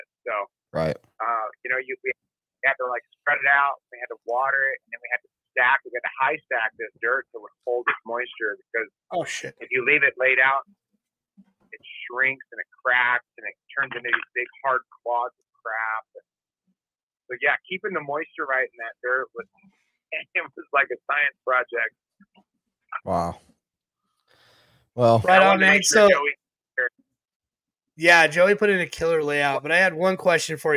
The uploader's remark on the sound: great call in's from guests and rc celebs